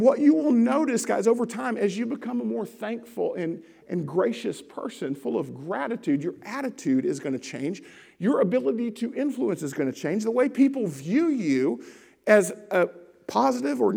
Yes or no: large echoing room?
yes